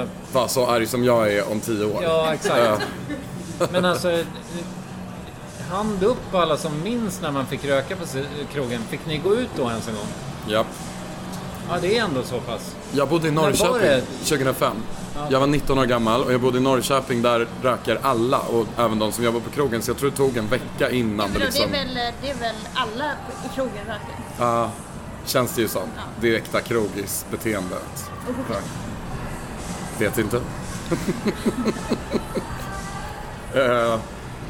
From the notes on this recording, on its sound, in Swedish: Spelades in live på Stockholmsklubben Trädgården, de sista skälvande timmarna innan rökförbudet på uteserveringar trädde i kraft.